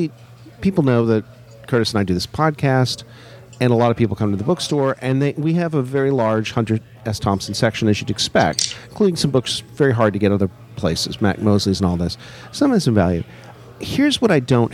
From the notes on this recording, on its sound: LIVE AT GONZOFEST. Since GonzoFest is at least part swap-meet.